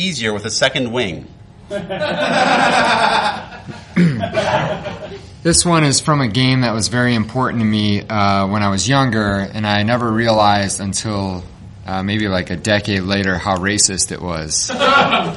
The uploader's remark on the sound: This one comes from the 2014 Chicago Nerd Comedy Fest and holds the distinction of the latest ever we recorded this show.